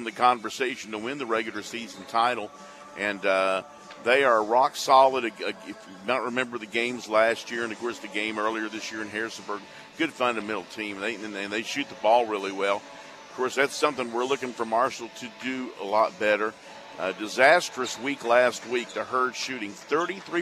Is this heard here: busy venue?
yes